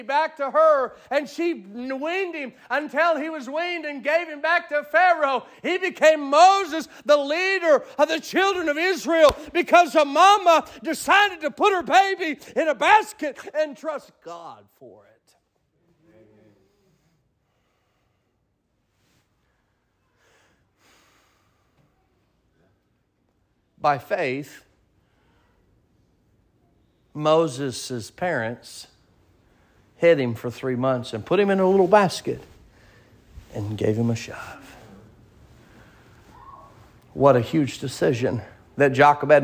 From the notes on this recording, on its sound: Sermon preached at Mid County Baptist Church